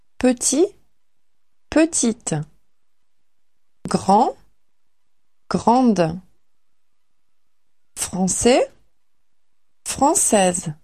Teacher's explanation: Aber ein angefügtes -e in der weiblichen Form ändert manchmal die Aussprache. Bei der weiblichen Form wird dann der letzte Konsonant hörbar